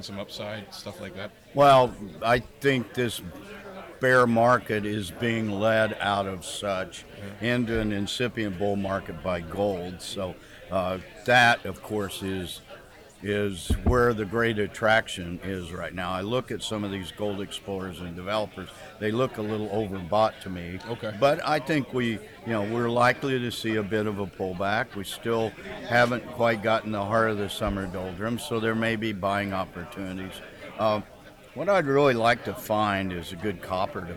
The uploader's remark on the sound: record on-site at the Yukon Mining Association Investment Conference 2016 in Dawson City!